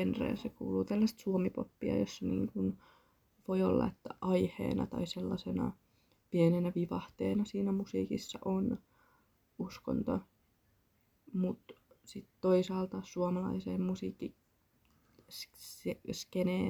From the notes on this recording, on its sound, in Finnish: Pahoittelut hiljaisesta puheesta ja yleisesti mahdollisesta huonosta laadusta, tää oli varmaan 7 kerta ku äänitän tätä jaksoo ja sekin tapahtui hyvin myöhään yöllä.